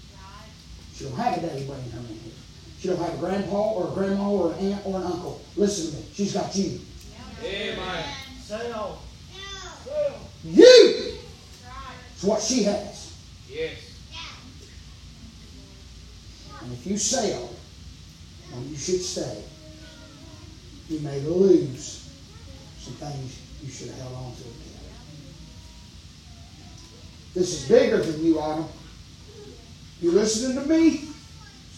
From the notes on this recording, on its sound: preaching live from Still Water Baptist Church